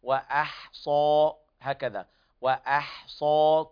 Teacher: لابد من ترقيق الواو والهمزة والحاء ثم تفخيم الصاد والألف التي بعدها تتبعها في التفخيم